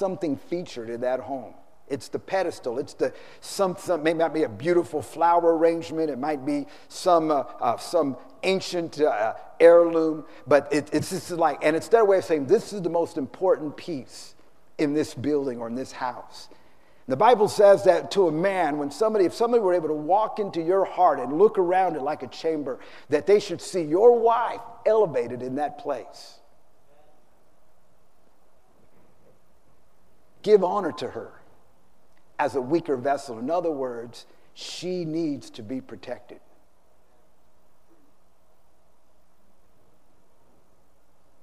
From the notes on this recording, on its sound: Preached on Mothers Day San Antonio TX 2016